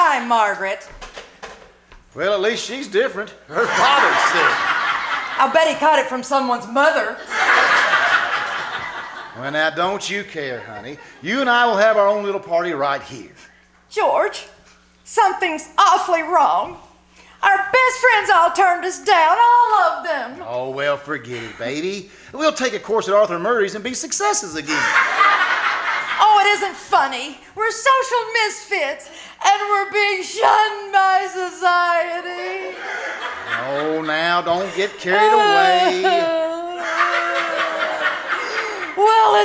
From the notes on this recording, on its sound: The KCAL Old Time Radio Troupe performed "LIVE" at the First Vineyard Winery in Jessamine County, Kentucky. Here is the audio from the second half of their show.